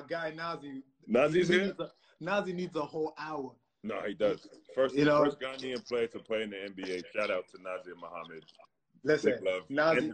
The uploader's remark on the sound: a series of live discussions, hosted on Instagram Live